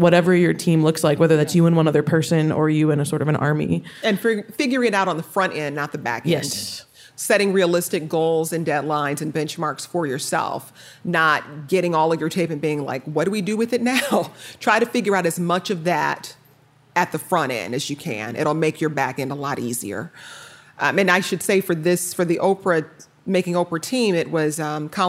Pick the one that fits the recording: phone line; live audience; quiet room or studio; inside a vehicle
live audience